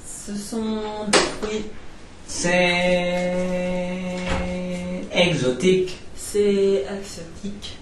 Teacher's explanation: Il n'y a que deux notes, une note grave et une note aiguë, et la différence entre ces deux notes est une carte, Et ça donne ainsi des phrases, on arrive à véhiculer n'importe quel langage sur ces mélodies. · Term: une mélodie